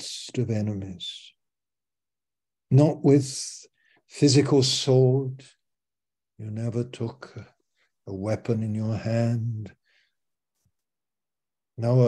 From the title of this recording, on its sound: Malaysia Meets (Zoom)